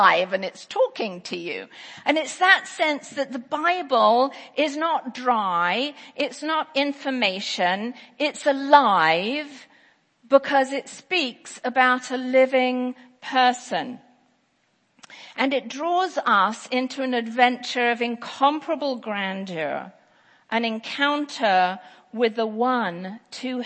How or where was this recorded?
large echoing room